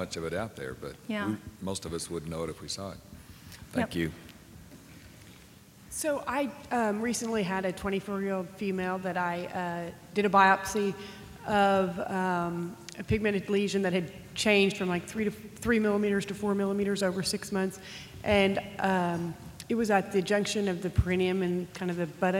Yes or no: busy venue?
yes